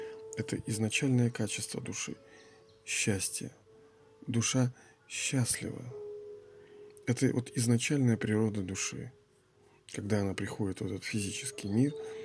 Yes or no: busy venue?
no